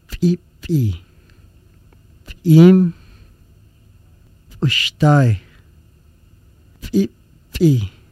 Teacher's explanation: the hard P sound is made by the lips together, stopping outgoing breath, then releasing, with the throat made tense and vocal cords almost close. The hard P sound with the catch in the throat.